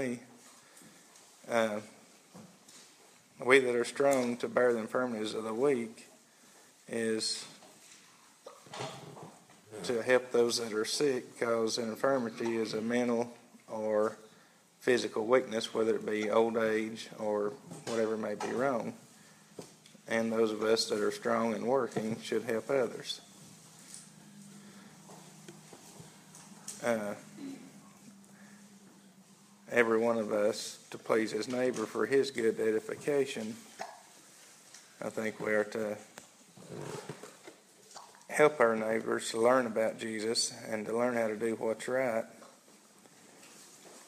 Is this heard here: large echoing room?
yes